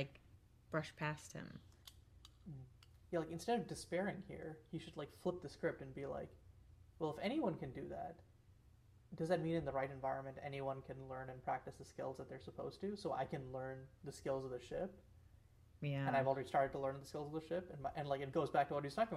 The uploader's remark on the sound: We lost our original audio for this episode, so if we sound a little quieter/jankier than usual, that'd be why!